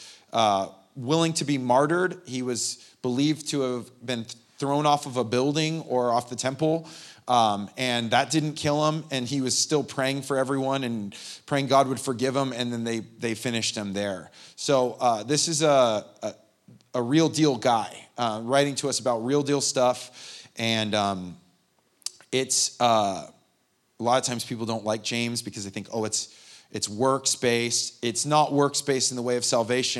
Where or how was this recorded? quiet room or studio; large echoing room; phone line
large echoing room